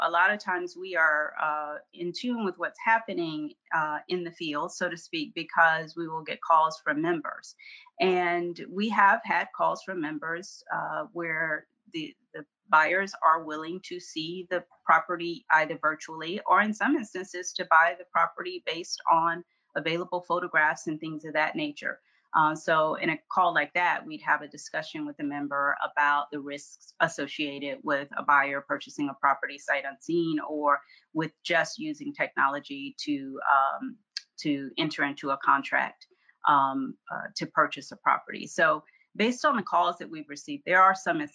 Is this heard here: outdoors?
no